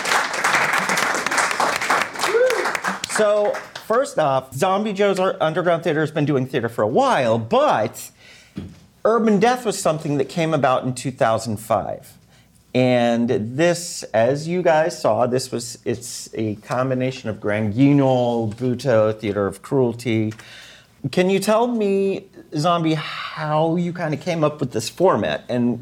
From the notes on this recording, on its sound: Today’s episode is a recording from our first meet-up of the season which we did in partnership with Horrorbuzz.